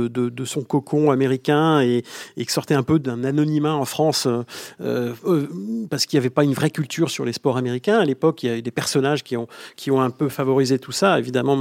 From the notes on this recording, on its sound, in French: À Orlando, par téléphone.